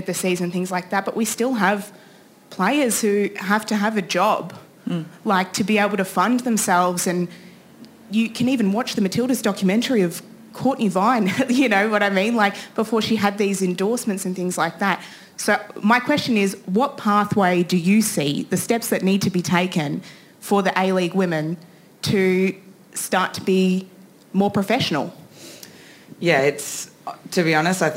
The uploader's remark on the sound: This event was recorded on Saturday 29 July 2023 at the Wheeler Centre.